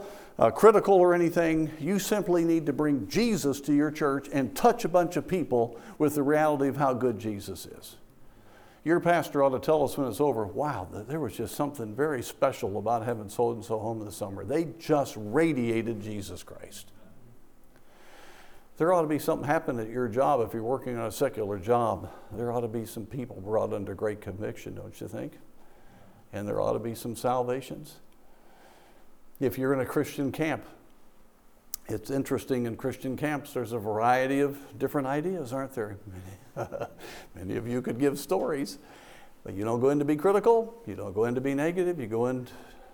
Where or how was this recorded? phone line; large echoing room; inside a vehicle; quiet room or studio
large echoing room